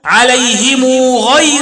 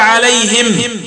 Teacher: كذلك الميم الموصولة حال الوصل تقول عليهم غير، إذا وقفت يجب التسكين تزول الصلة · Shown in: second take · تقول عليهم.